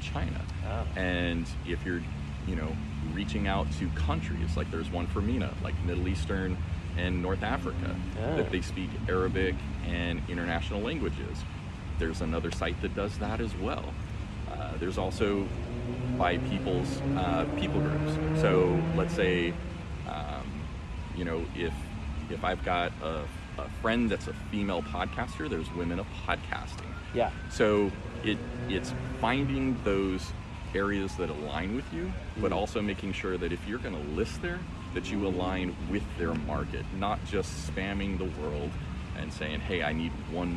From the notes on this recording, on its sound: Recorded May 28, 2022 at Podfest in Orlando, Florida